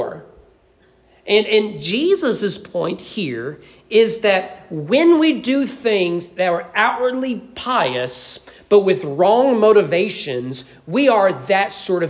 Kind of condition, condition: setting, large echoing room